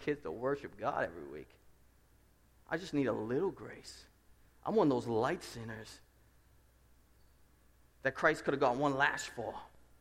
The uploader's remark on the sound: Preached at Restoration Road Church on August 13, 2017 at a joint service with our sending church Seven Mile Road.